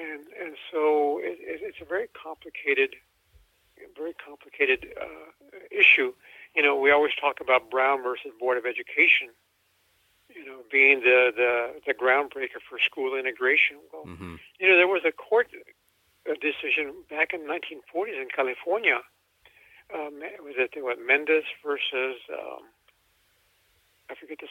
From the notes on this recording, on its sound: over the phone interview